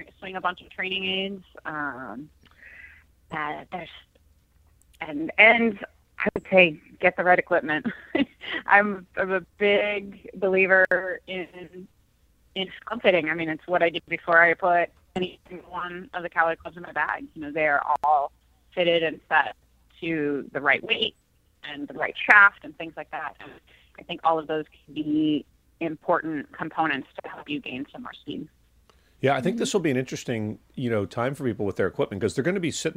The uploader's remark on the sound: joined on the phone